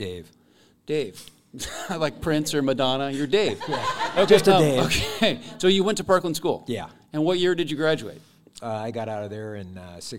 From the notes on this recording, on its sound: LIVE from Parkland, WA. Via SPACE 101.1 FM and streaming live via space101fm.org from Thompson Hall at Trinity Lutheran Church in Parkland, Washington.